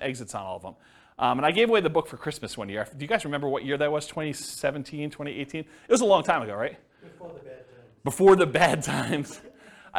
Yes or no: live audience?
yes